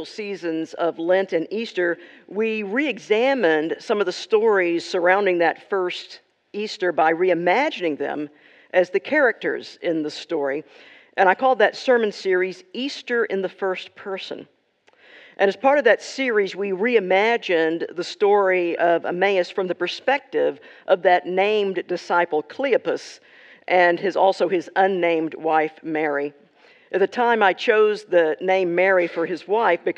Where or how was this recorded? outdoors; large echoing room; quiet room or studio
large echoing room